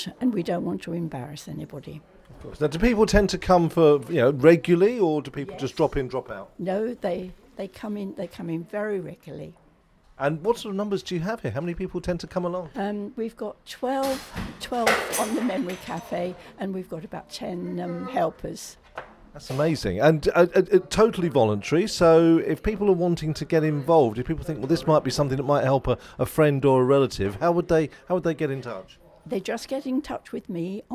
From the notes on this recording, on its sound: visits the Trumpington Memory Café, which is celebrating its 1st birthday.